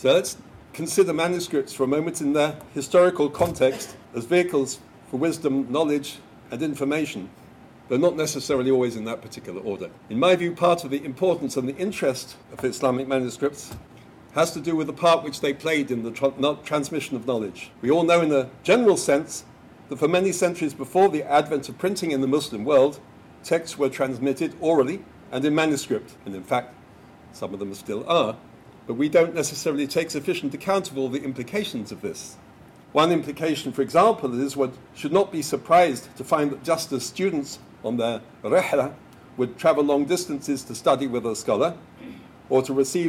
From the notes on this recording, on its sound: Lecture at George Mason University. Hosted by the Ali Vural Ak Center for Global Islamic Studies.